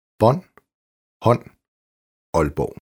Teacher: Åben Å-lyd udtales næsten som et åbent O. · Term: Kort Å